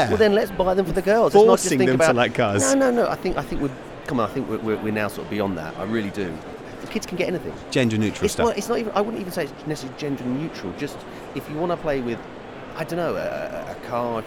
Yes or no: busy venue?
yes